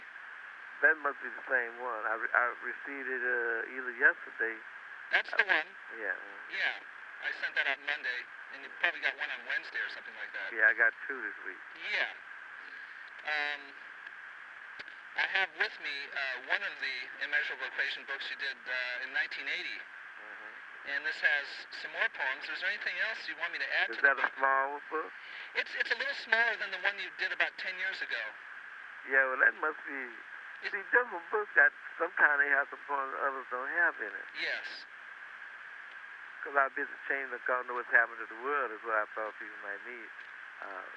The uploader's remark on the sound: September 1985 phone call